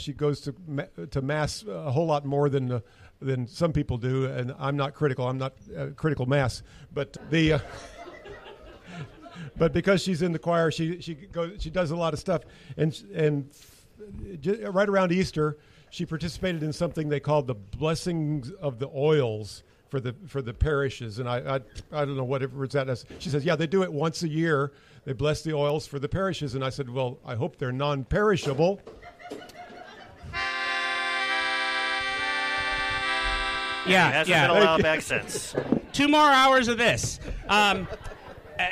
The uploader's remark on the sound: Our first ever live audience recording! The original recording was over two hours, so we cobbled together the first 30 or so minutes of usable recording and here it is!